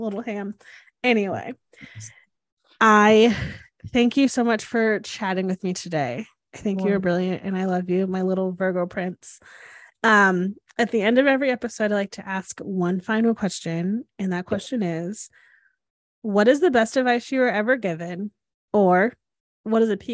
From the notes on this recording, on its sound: This podcast was recorded via Zoom.